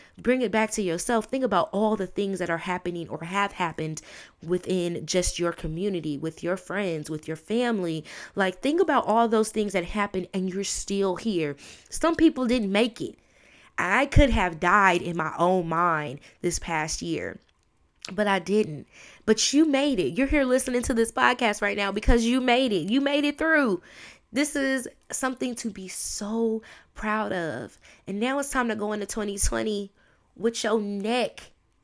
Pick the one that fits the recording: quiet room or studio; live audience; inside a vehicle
quiet room or studio